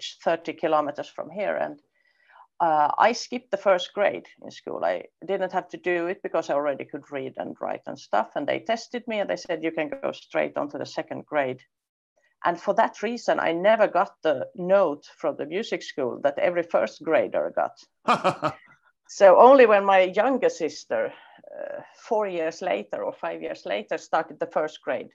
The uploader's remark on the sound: This interview was recorded on 13th April 2023 via Zoom.